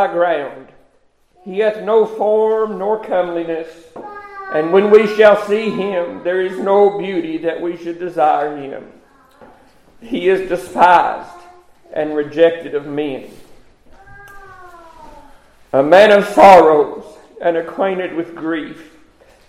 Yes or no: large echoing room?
yes